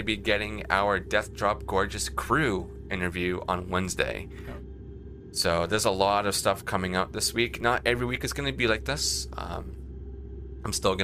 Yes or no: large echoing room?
no